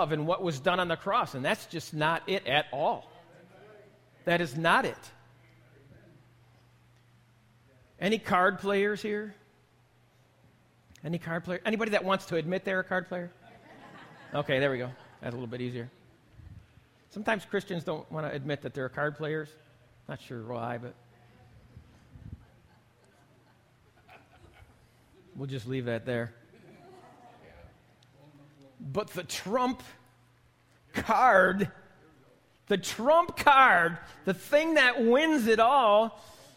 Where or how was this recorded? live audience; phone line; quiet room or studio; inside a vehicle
live audience